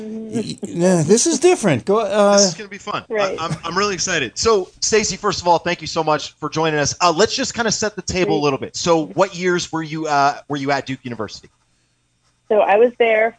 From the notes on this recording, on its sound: an hour of community call ins